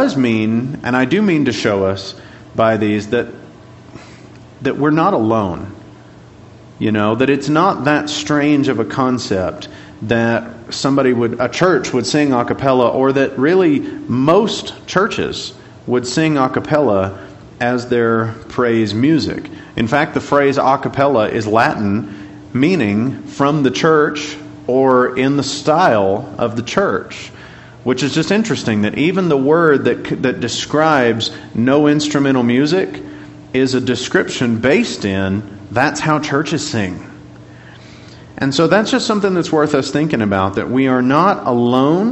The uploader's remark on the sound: Class Recording